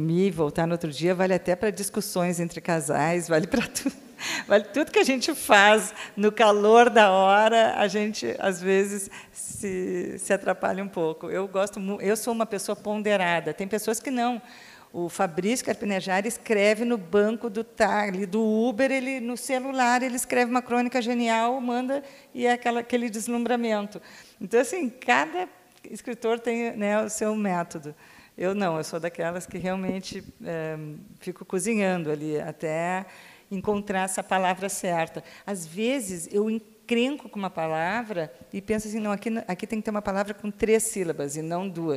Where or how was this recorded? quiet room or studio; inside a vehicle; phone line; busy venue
busy venue